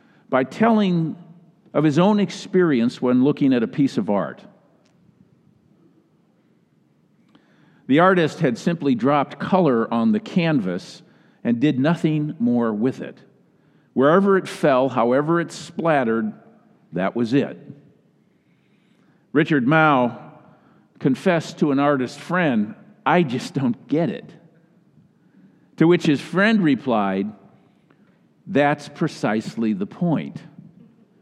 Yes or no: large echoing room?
yes